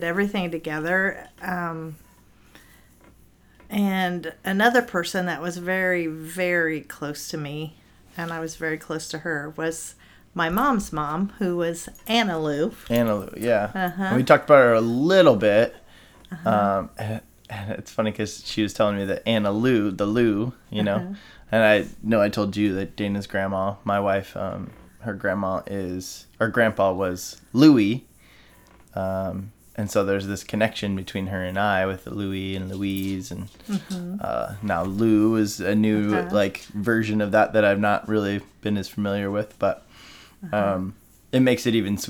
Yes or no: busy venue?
no